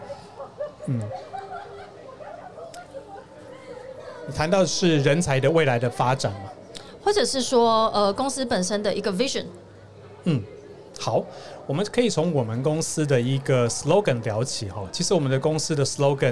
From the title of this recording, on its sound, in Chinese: VISION 2022 臺大校園徵才博覽會-Live Podcast